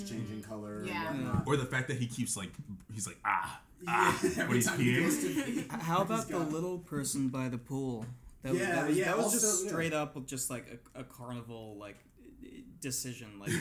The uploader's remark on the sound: Due to technical difficulties, this episode was recorded with just one mic.